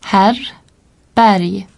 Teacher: Devant R, le E bref est généralement encore plus ouvert, à peu près comme dans mer.